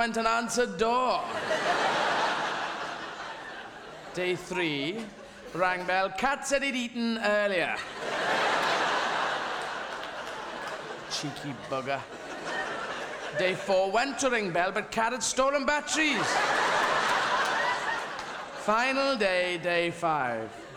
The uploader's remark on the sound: This superb DVD was recorded at the Shaftesbury Theatre, London. Sell-out 12 week run.